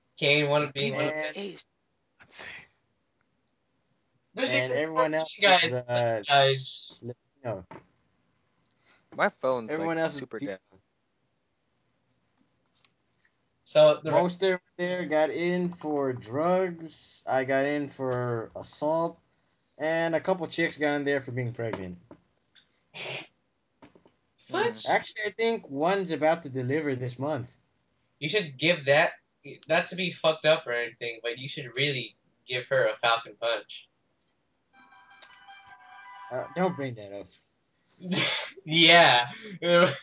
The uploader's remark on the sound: A long awaited 12th episode of our infamous dead skypecast.